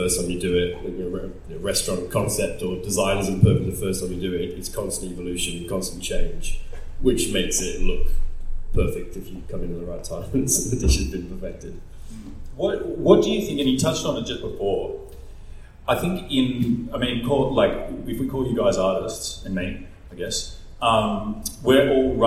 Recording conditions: live audience